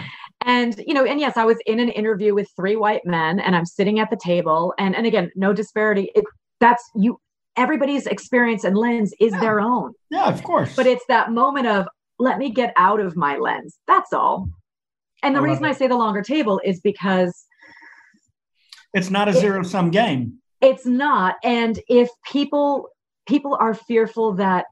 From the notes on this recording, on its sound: a virtual fireside chat